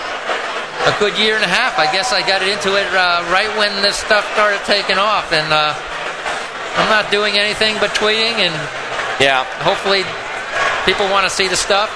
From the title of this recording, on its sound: Live From Club Night 2010